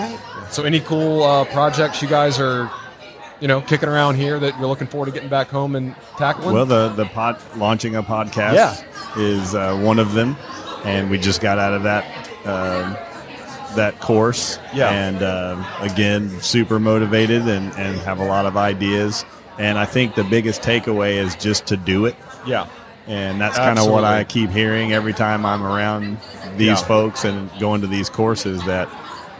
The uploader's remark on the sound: LIVE from HAVEN 2022. At their third HAVEN Conference.